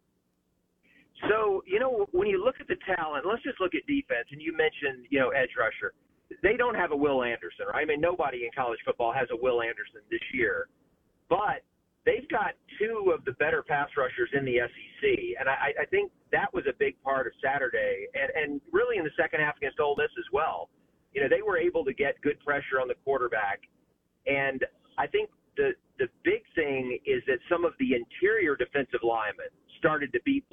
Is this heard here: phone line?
yes